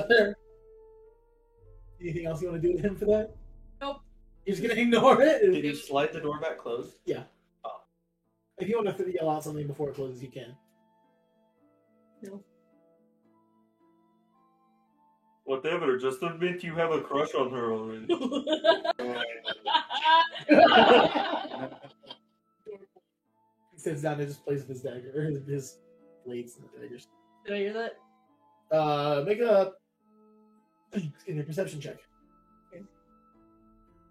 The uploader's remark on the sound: Sorry for the spotty audio in this episode. Curious what our audio missed?